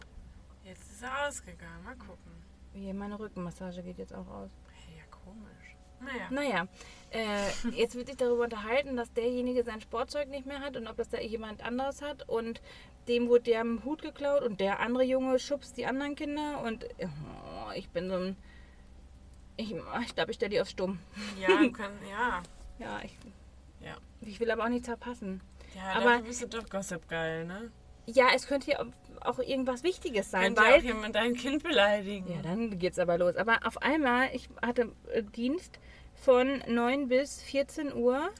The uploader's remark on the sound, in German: Live aus dem Auto: Wir warten auf unser Essen.